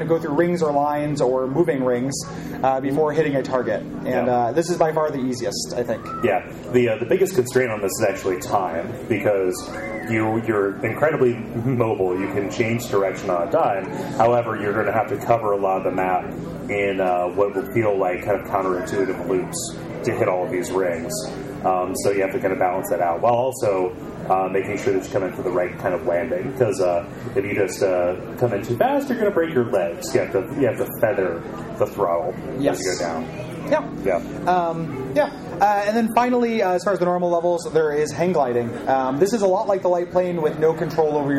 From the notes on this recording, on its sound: Live from the Midwest Gaming Classic. Afterwards, we talk about our experience at the convention.